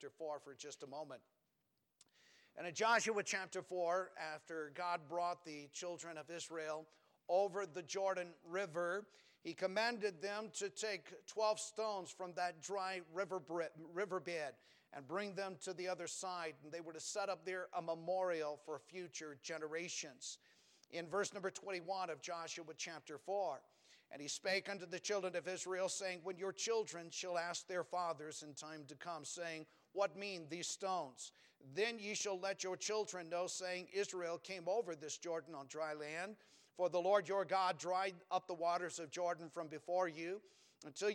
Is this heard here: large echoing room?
yes